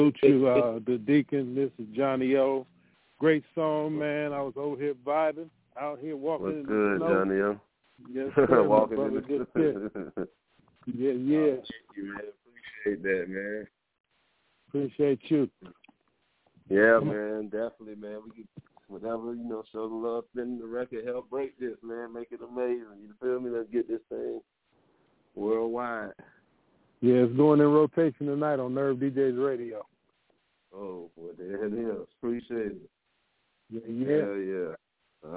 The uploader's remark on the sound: The Nerve Djs Bi-Weekly Industry Conference Call